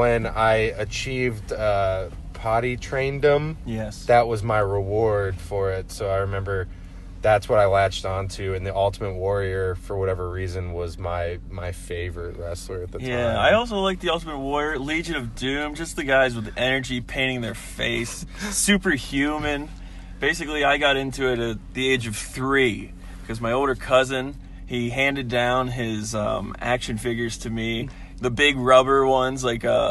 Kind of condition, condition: setting, inside a vehicle